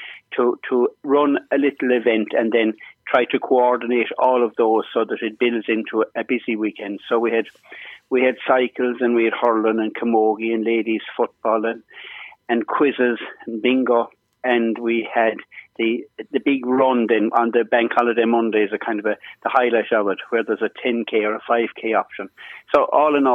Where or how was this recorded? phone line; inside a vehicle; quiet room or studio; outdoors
phone line